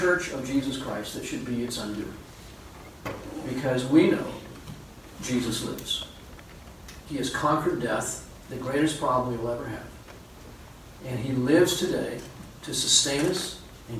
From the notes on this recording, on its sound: Unfortunately the main audio recording did not work so we had to use a back-up recording.